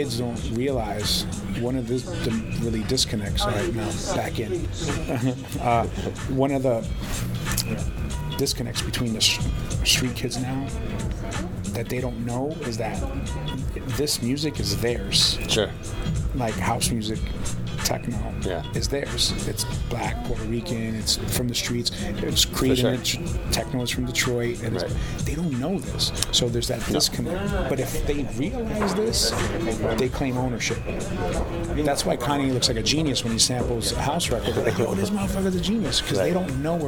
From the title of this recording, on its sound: LIVE at ADE